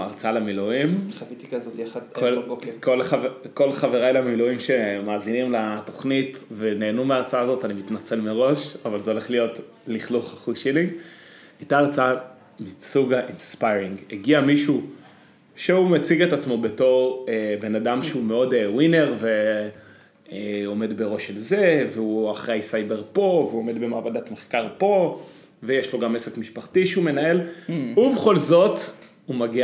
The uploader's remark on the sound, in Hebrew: הפעם הפרק הוקלט בפלורנטין ועל כן ניתן להבחין בהד המזוהה עם דרום העיר